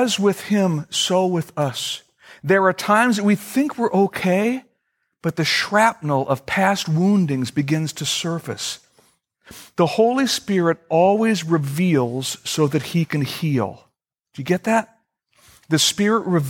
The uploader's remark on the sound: Originally recorded on September 15, 2013, at Fellowship Missionary Church, Fort Wayne, IN.